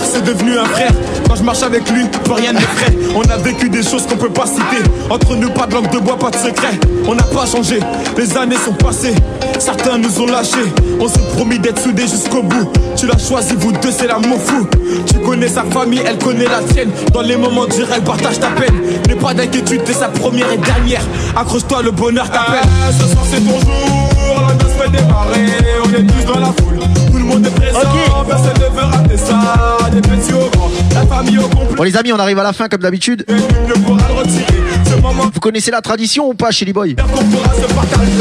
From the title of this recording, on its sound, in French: en direct du Holiday Club